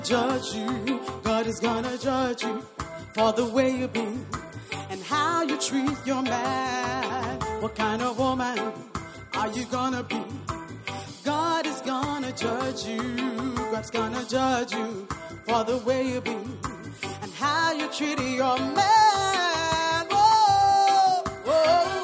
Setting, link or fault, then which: setting, live audience